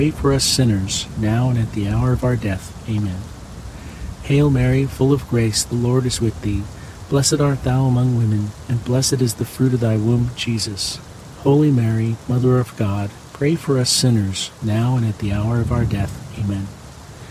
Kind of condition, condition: fault, sounds in the background